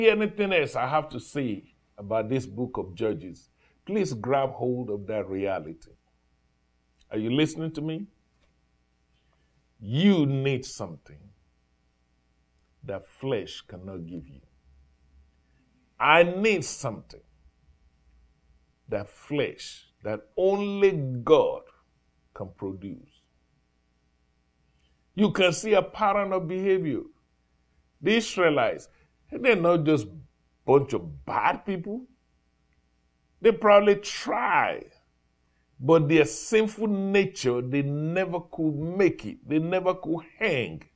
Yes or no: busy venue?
no